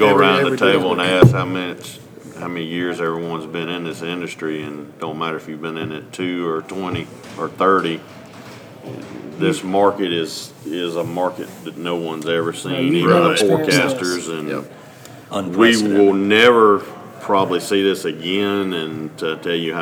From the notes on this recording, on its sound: Live From #MovingIronSummit21